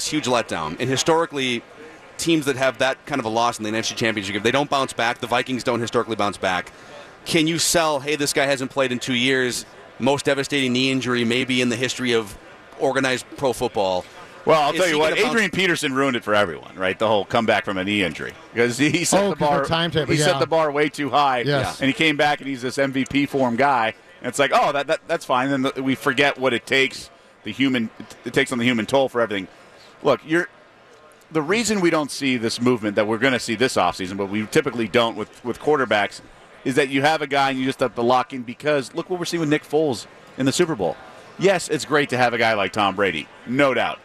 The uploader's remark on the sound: live from Radio Row all week